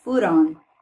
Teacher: A gente torna esse T um, um somzinho de R